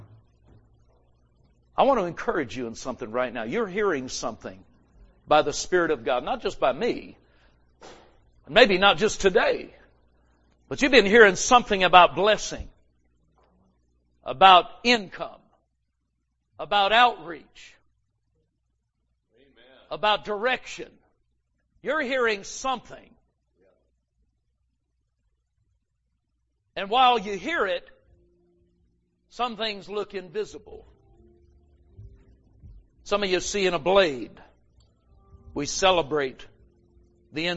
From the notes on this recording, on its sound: GRACE AND FAITH CAMPMEETING 2020. Recorded Live at Grace Harvest Church, Holiday, FL.